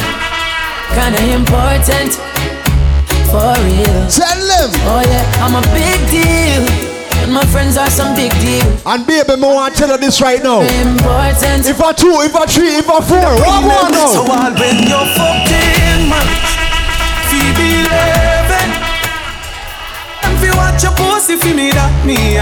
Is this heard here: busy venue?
yes